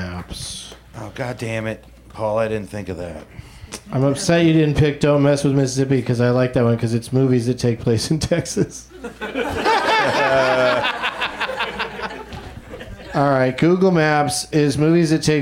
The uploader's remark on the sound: Live from the UCB Franklin